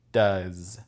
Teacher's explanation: does, c'est avec le son Z à la fin, pas S